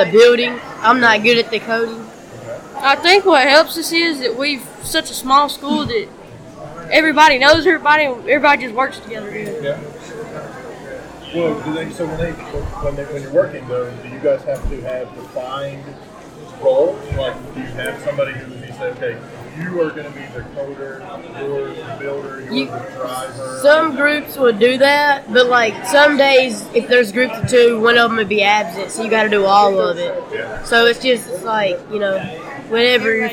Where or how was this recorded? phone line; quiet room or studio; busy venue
busy venue